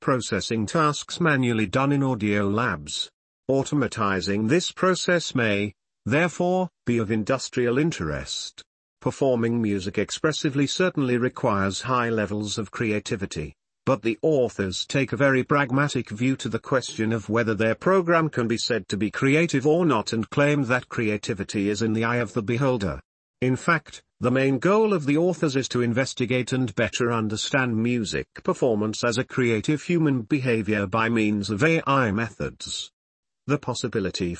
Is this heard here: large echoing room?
no